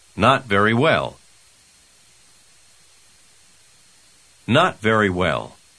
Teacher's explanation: Обратите внимание на глухой звук «т» в конце первого слова.